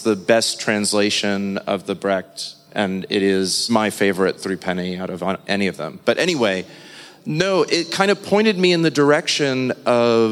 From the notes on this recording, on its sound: a live episode of Why We Listen at the Cooper Design Space Penthouse